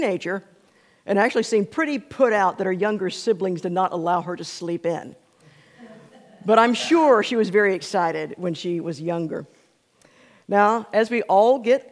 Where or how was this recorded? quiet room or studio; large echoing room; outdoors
large echoing room